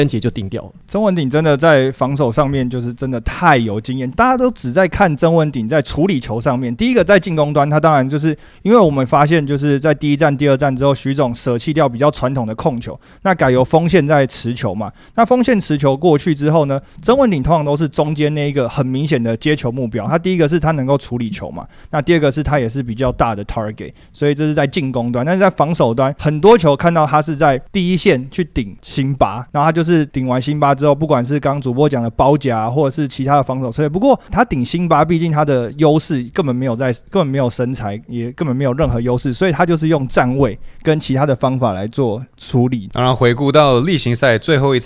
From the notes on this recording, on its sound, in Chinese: 這集是打完當下立馬在球場錄製的，與另外兩個國內受到歡迎的Podcast節目一起合作，分享我們在現場看到的一些細節。